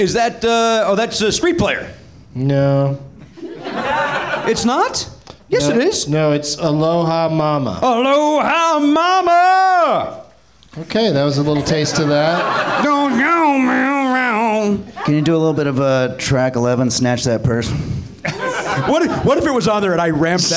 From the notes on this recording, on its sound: Live from the NerdMelt Showroom in LA